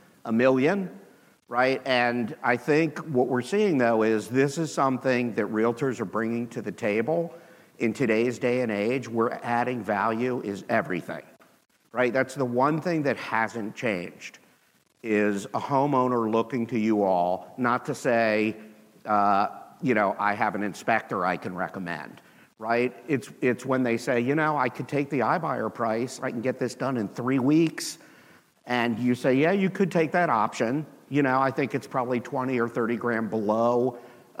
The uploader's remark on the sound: with the audience at the HyperFast Sales Summit